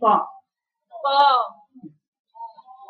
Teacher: طا طا اسمعوا صوته هنا يا بنات صوت اللي هنا صوت صوت الاستعلاء اهو ده الفرق بينه وبين التاء بتحسي بالرنه دي كده شوفي ومشي لسانك فوق طا طا طا